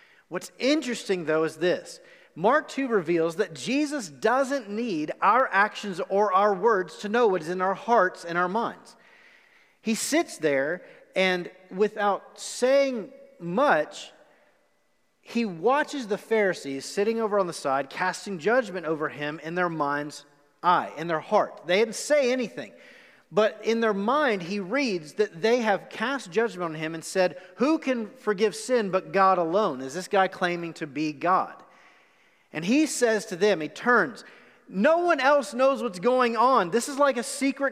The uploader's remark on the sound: Recorded live on October 11, 2020 at The Fellowship in Nashville.